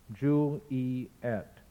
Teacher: The vowels which are next to one another in the second and third syllables join to produce a consonant vowel complex, yet. Linguists call this phenomena synesthesis.